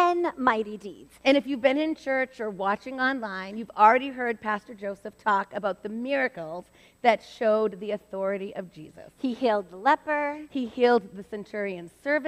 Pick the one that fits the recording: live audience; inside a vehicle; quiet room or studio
live audience